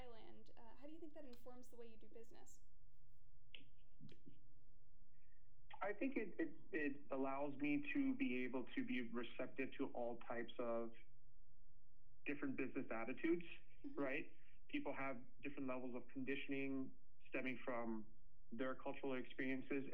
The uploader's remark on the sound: Unedited rough interview. Unedited with bad audio quality.